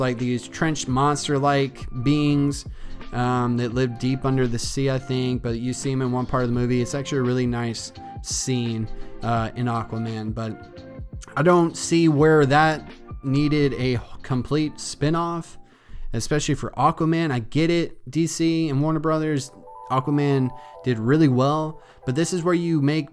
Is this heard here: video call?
no